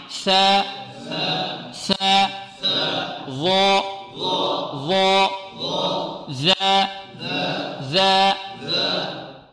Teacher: الثاء والظاء والذال تخرج من مخرج واحد وهو طرف اللسان مع طرف الثنايا العليا